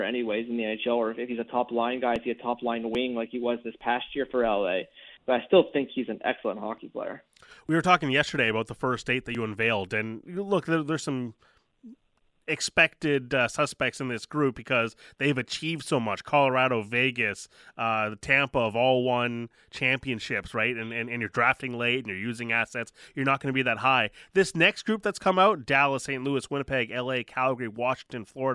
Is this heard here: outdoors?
no